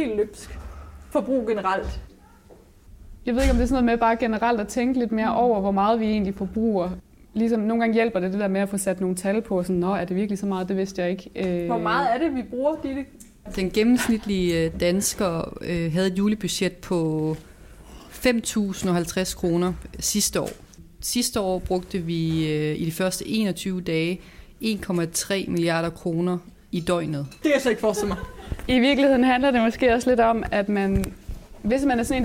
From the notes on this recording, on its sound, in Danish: Ugens podcast er optaget live foran publikum i The Organic Club i Odense.